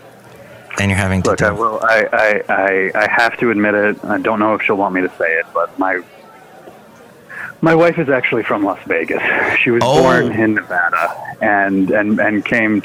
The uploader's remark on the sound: podcasts live from Café Anyway